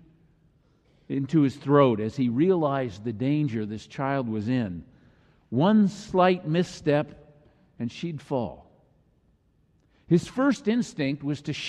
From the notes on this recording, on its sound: Message delivered during the Traditonal Worship service.